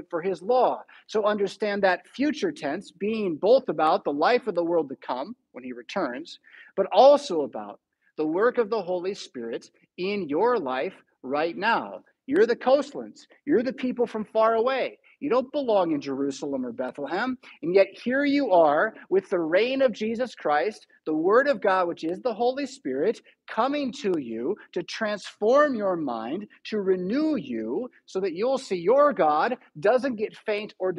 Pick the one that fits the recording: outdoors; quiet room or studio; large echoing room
large echoing room